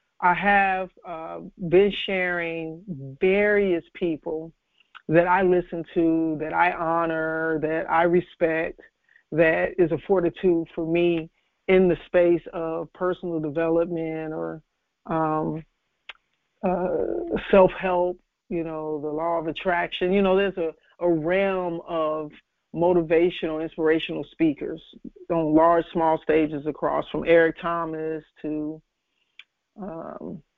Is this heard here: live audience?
no